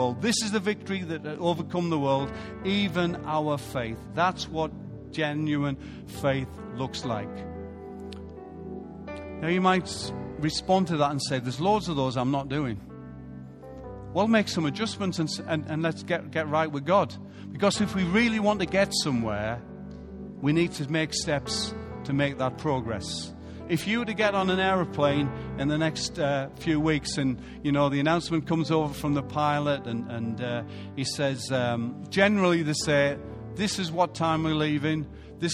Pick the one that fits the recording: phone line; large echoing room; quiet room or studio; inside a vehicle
large echoing room